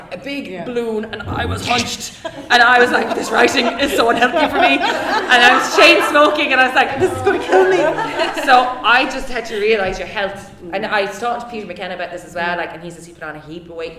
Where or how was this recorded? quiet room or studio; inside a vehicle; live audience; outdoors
live audience